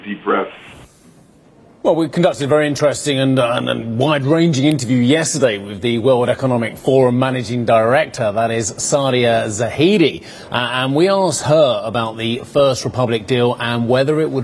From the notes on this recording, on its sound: We are live at the WEF Growth Forum in Geneva